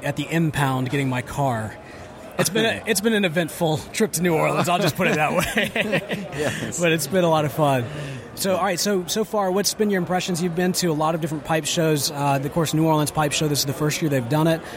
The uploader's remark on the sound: This week we take you LIVE from the show room floor at the first ever New Orleans Pipe Show!